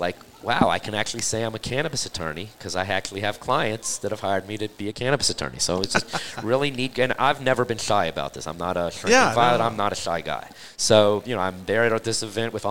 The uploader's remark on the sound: Recorded at MJUnpacked NYC